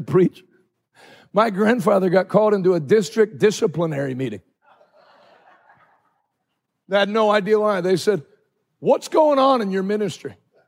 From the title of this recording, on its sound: Live from Hope Church St. Louis Day 2